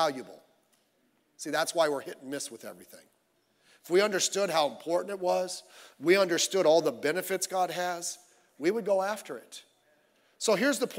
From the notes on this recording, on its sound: Sunday Morning Service